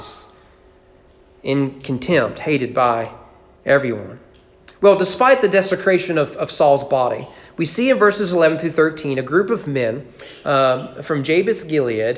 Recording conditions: large echoing room